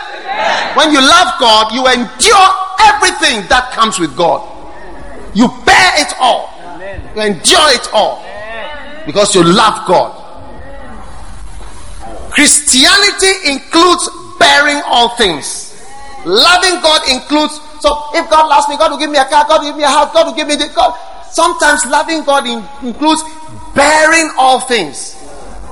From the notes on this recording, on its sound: Preached at the First Love Center.